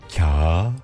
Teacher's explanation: yumuşak G'yi söylemeyip ondan önceki ünlüyü bir değer uzatıyoruz